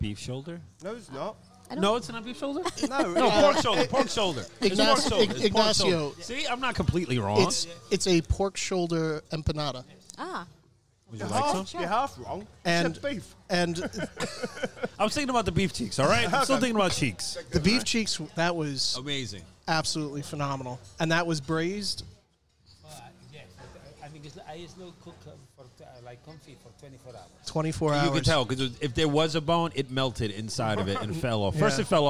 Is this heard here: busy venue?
yes